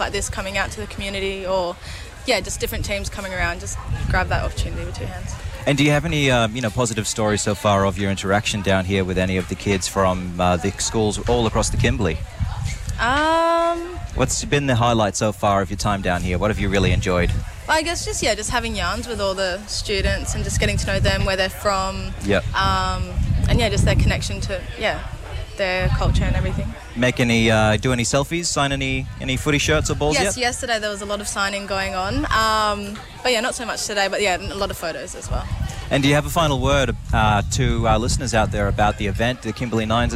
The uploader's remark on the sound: Outside Broadcasting from Cable Beach this morning for the Fremantle Dockers Purple Hands Foundation Footy Carnival!